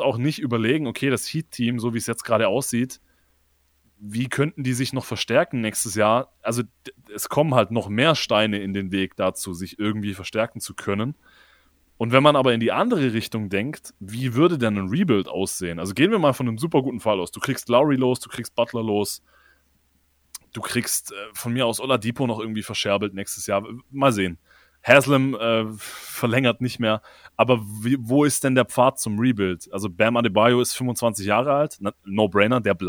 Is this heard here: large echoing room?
no